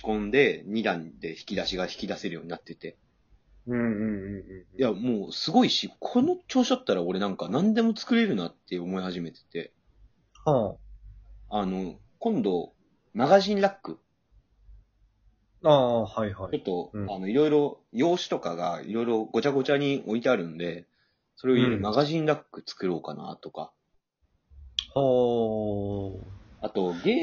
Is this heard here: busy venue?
no